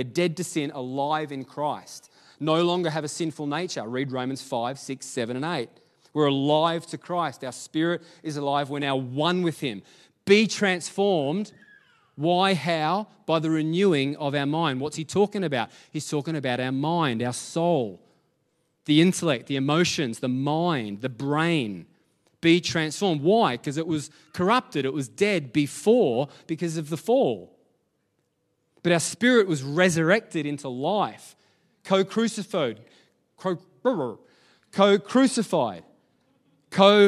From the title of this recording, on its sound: LIVE at Echo Church